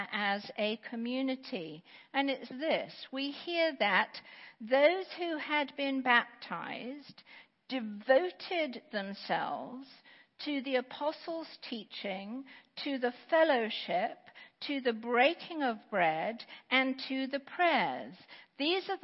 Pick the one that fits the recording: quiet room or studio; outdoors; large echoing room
large echoing room